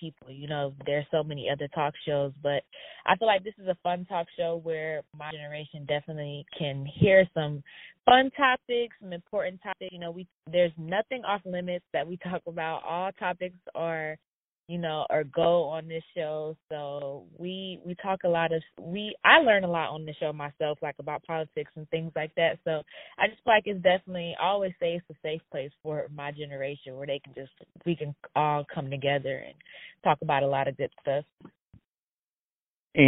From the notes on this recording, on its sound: On the phone